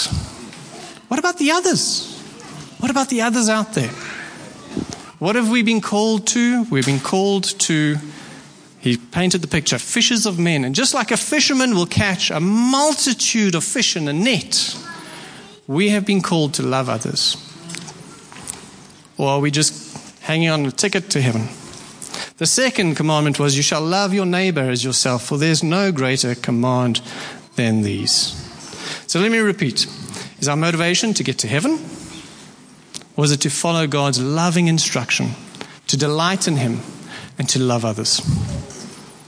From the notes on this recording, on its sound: Preached at Horsham Downs on 28/01/24